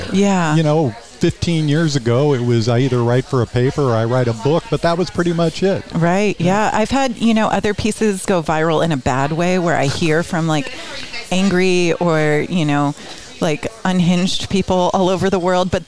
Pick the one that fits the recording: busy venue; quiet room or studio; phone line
busy venue